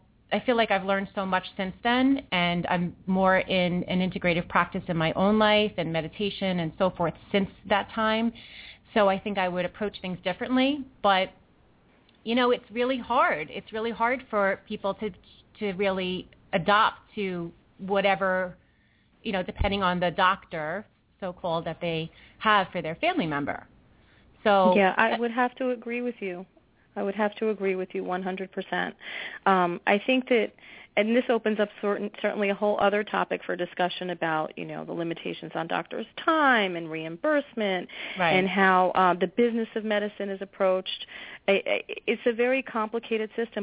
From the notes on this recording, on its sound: The Blogtalk Radio chatroom will be open as well as the phone lines the second part of the show.